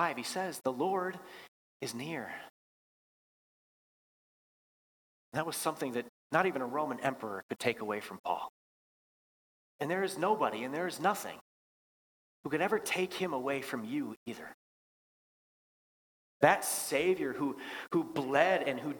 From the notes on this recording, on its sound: Bethany, Appleton, WI. Preached this sermon at Bethany's Thanksgiving Eve worship.